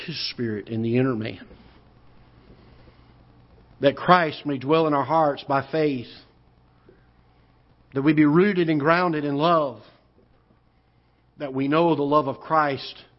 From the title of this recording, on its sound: Ketha Heights Baptist Church ~ Live Broadcast